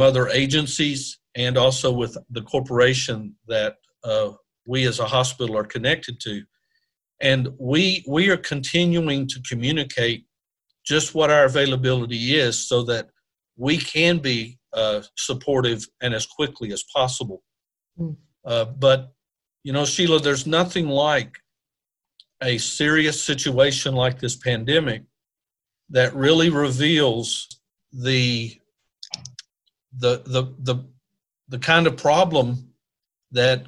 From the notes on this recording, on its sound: This is the first interview Beyond Well is conducting by Zoom due to quarantine. Please be patient as we work to improve our sound!